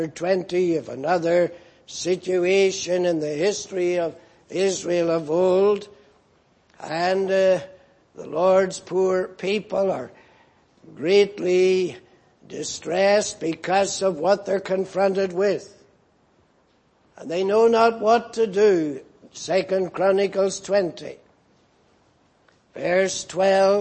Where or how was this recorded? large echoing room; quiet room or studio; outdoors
large echoing room